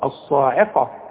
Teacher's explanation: والقاف مفخمة مدام مفتوحة